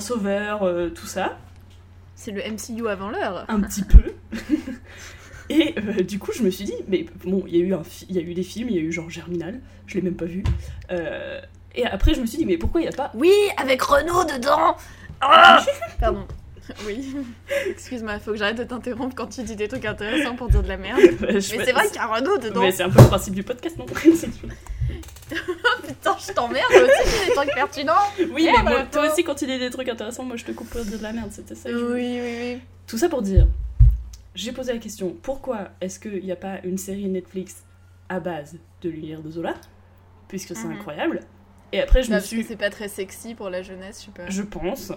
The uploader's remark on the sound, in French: Pour fêter ça un épisode spécial, placé sous le signe des bruits de travaux insupportables! Vraiment désolée pour ça j'avais pas réalisé leur volume en enregistrant.